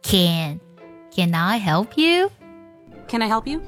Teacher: 如果我们要去强调这个 CN，强调这个肯定式呢，它同样呢也会进行重读